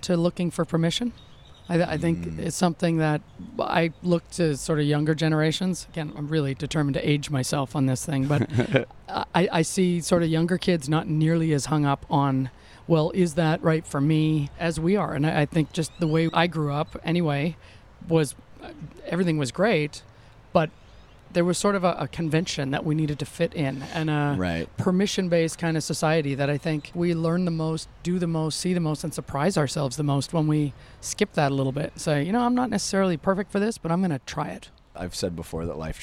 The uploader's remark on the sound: Our conversation, recorded during SXSW in the courtyard of a South Austin boutique (long story), is revealing.